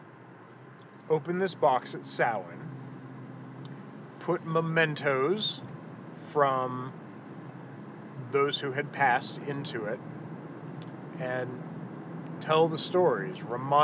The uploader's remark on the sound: we were driving home from the Cantlos Druid Moon rite